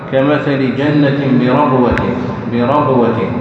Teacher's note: احرص على الشدة والجهر التي في الباء والقلقلة